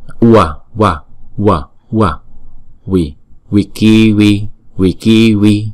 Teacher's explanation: có một số người đọc là V, một số người đọc là W, nhưng mà nó ở giữa giữa đó. Nó cũng, nó là chữ ghép của chữ U và chữ A.